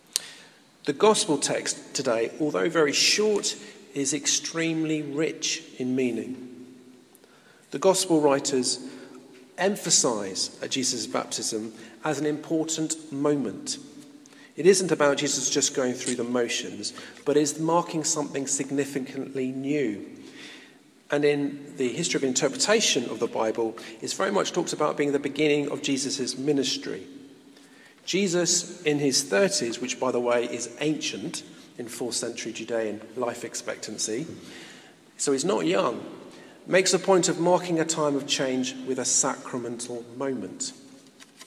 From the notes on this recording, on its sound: In this podcast recorded at a Moot Community Eucharist at St Mary Aldermary Church in the City of London.